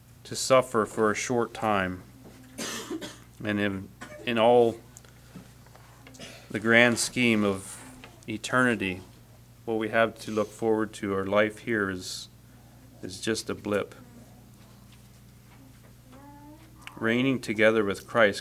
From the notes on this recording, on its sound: Message preached at Word of Hope on February 18, 2024